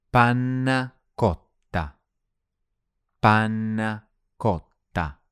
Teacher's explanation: makes the double letters really long, the double N and the double T